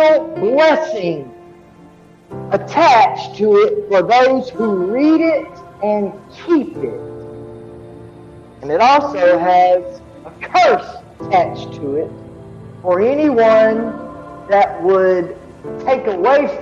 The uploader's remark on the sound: This is the sermon that I preached this morning Sunday February the 13th 2022.